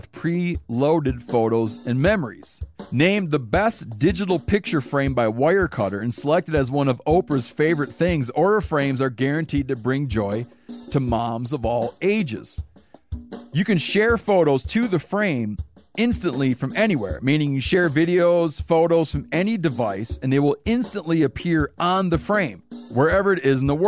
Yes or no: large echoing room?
no